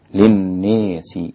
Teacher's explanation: ممالة الناس هنا لأنها مجرورة عند الإمام الدوري عن أبي عمرو البصري